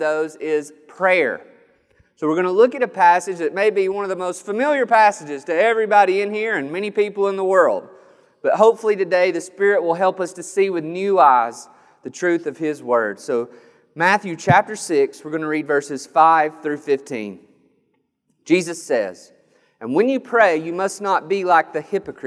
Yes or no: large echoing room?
yes